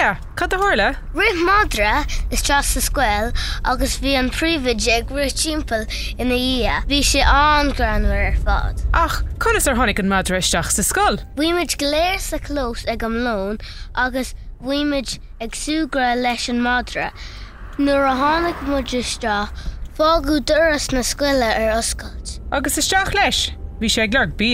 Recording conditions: inside a vehicle